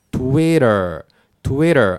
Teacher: アメリカ発音だと t のね音ね滑らかに発音しちゃうんだよね